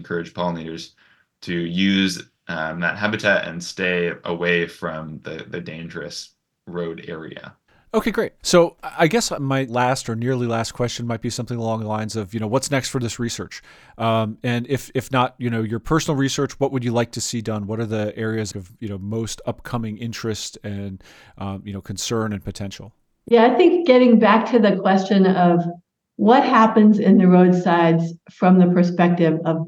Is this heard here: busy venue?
no